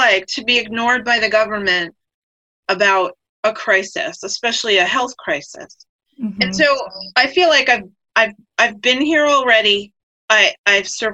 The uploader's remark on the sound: A zoom chat with the sisters to catch up on how the quarantine is going.